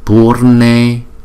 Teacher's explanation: Chữ U là hai nhịp cho nên chúng ta đọc kéo dài chữ Pu trước rồi mới chữ R rồi mới chữ Ne.